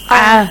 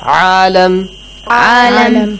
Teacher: But the letter Ayn is a bit different. It has the sound of ah, a little harder. Use your throat.